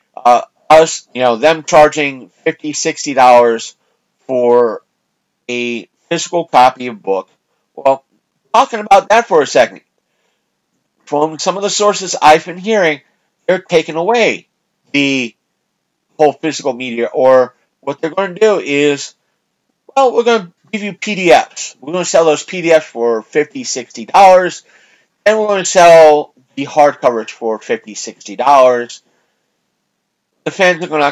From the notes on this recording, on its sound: Fighting his mic issues